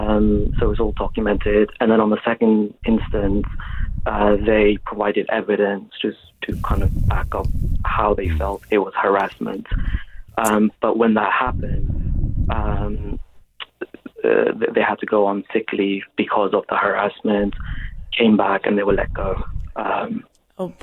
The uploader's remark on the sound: answers your phone calls